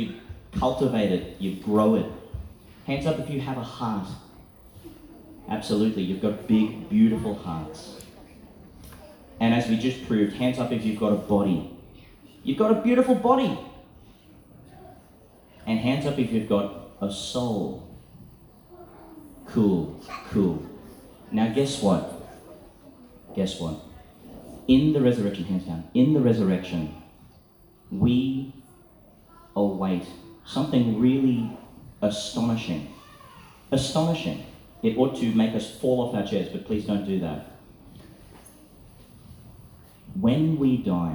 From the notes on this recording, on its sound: Reflection for Easter Prayer, delivered at St Francis of Assisi School, Tannum Sands, Qld., 2022.